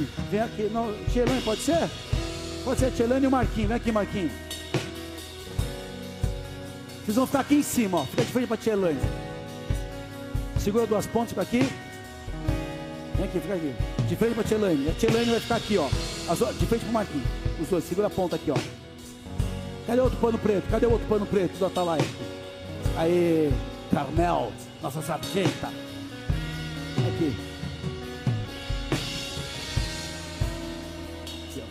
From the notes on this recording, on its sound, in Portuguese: Áudio extraído do Culto do dia 25 de JUL de 2023.